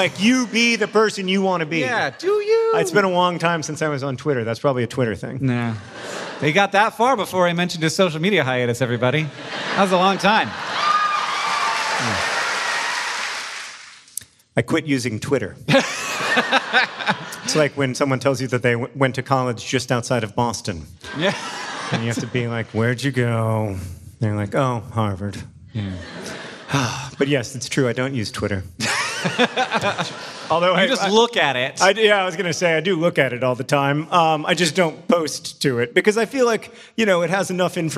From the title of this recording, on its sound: Live in Raleigh, NC!